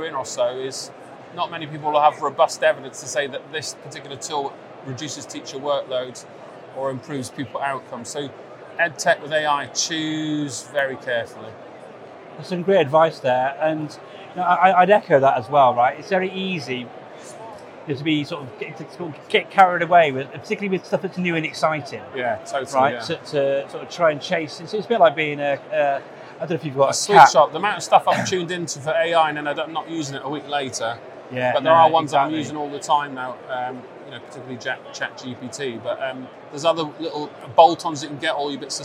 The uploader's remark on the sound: live from the NetSupport stand at Bett